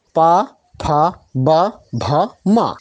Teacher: प वर्ग का उच्चारण स्थान होता है होठ से, जिसे हम लिप्स भी कहते हैं